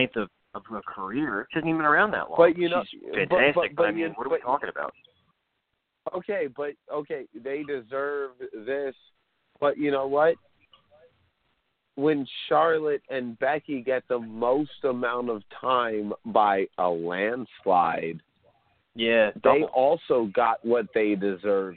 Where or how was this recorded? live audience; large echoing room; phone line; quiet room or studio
phone line